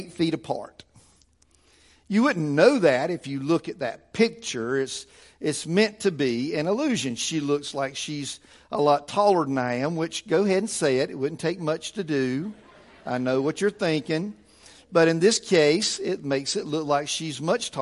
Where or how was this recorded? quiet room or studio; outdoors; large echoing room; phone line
large echoing room